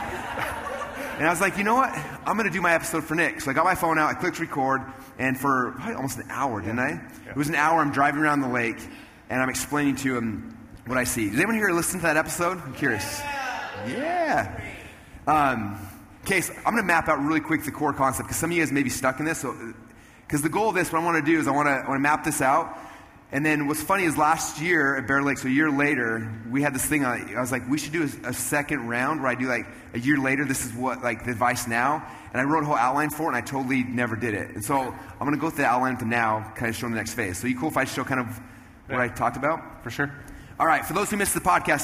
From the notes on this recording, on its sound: Replay of a special conversation I had on stage at a Traffic Secrets event